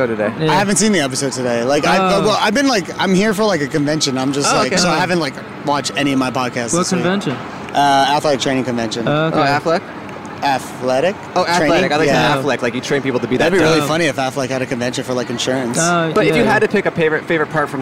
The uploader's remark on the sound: Recorded on the Las Vegas Strip at 1:00AM.